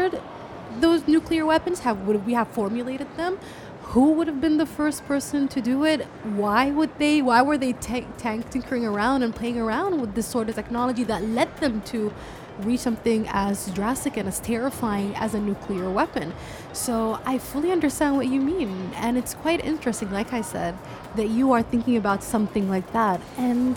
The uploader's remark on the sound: Live from SIBF 2022